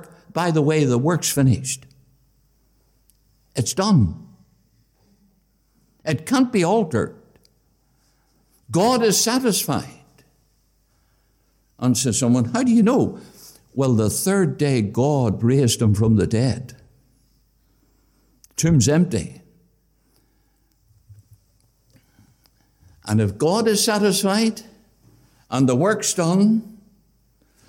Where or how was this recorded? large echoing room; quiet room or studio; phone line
large echoing room